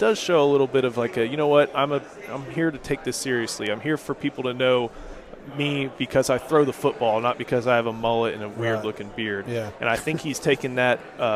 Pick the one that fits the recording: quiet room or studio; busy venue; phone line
busy venue